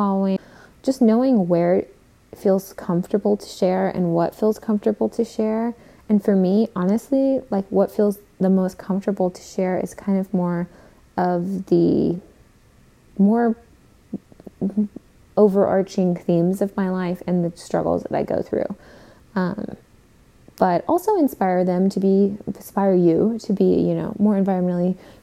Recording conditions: sounds in the background